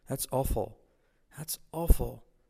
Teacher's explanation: Miraos la L que hace su efecto, pero casi no se pronuncia.